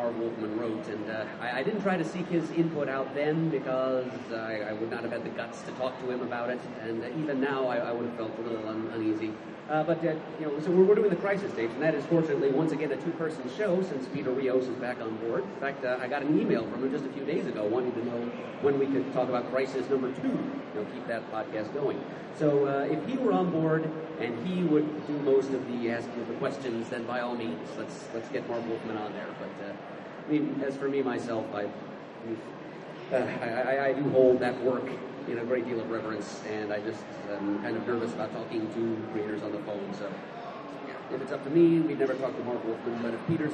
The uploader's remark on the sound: The CGS 10 Year Anniversary Panel at the London Super Comic Convention. Panel held at the recent London Super Comic Convention.